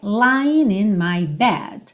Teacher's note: O G do lying não é pronunciado, o N já liga no in